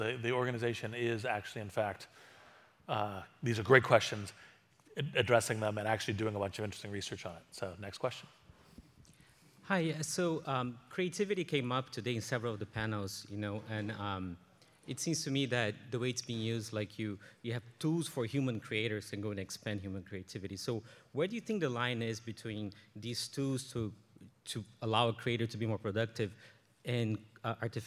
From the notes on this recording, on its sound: recorded during Greylock's Intelligent Future summit in August 2022